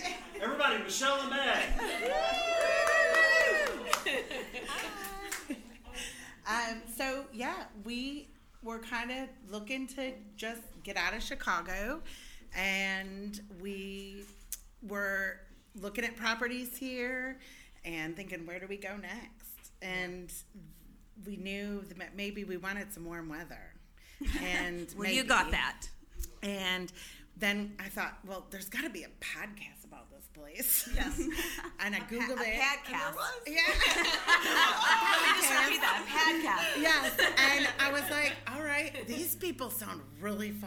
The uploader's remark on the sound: We had local small business owners, former guests from the show, members of the press and our friends who came out to celebrate. Our live recording from the event that was sponsored by Swoozies.